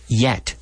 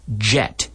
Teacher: instead of the Y, I change to a CH and I activate the vocal cords and have the J.